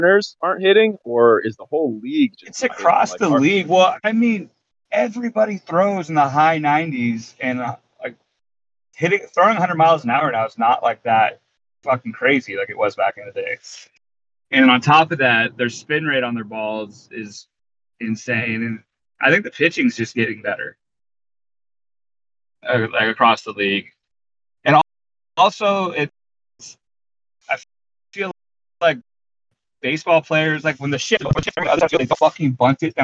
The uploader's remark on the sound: Drivin' and Podcastin'. Flying down I-5. Sits in his car parked in downtown Winslow on Bainbridge Island.